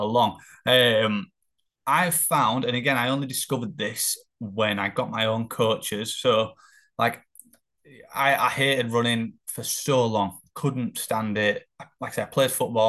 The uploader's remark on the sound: This was done as a Zoom meeting (AKA Confidence Call) in front of some of the team which also gave them the opportunity to ask anything if they saw fit.